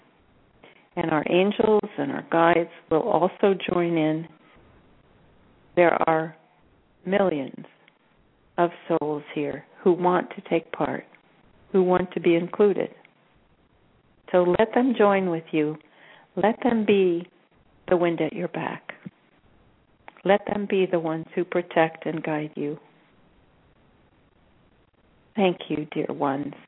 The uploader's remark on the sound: In this capacity she will do a channeling session live so that callers can call in and speak with the one who has called him/herself God. Personal responses to callers during the special call-in segment.